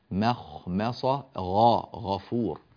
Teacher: إتمام التفخيم في الخاء والغين من مخمصة وغفور